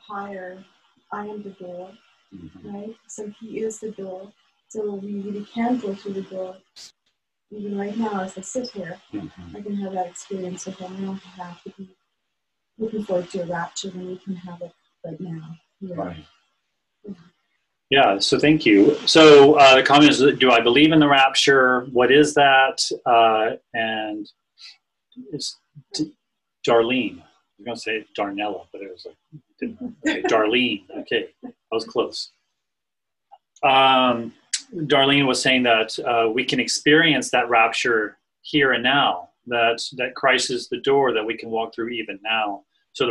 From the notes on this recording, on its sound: NOTE: This was recorded alongside Zoom. Q&A is included.